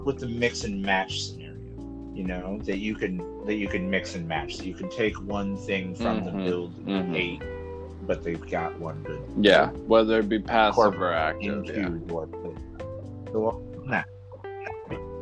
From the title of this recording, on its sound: Pardon the audio